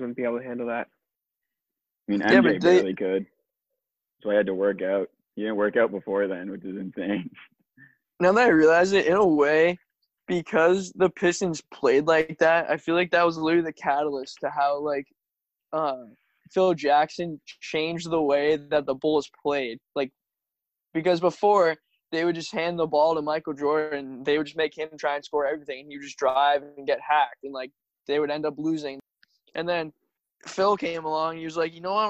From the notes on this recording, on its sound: I also would like to apologize for the bad audio quality from recording on zoom.